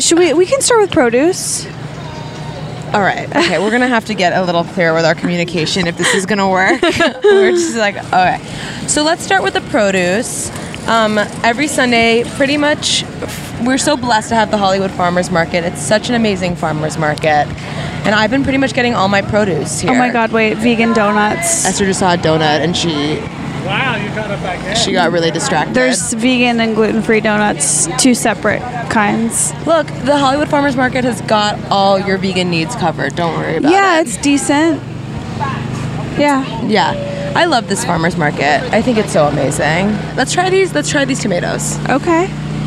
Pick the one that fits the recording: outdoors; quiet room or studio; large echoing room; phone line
outdoors